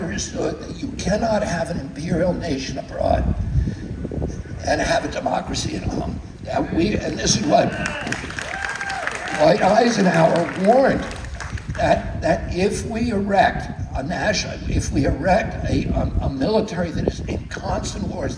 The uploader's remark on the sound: Heal the Divide from San Diego! Recorded this speech from the audience at Humphrey's By The Bay in San Diego, May 29 2023.